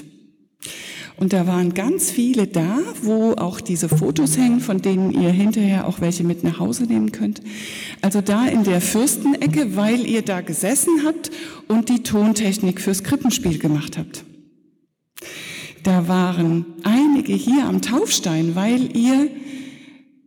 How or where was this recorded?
large echoing room